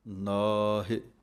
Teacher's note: ਅਣਾਣੇ ਦੀ ਆਵਾਜ਼ ਬੋਲਣੀ ਹੈ ਅਤੇ ਨੰਨੇ ਕੰਨਾਂ ਲੰਮਾ ਬੋਲ ਕੇ ਨਾਹ, ਇਹ ਸਹੀ ਉਚਾਰਣ ਹੈ।